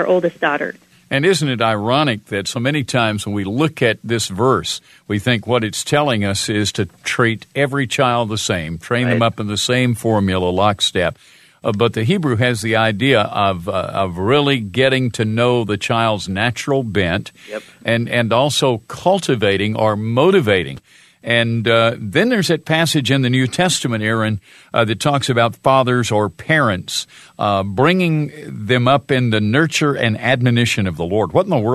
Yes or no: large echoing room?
no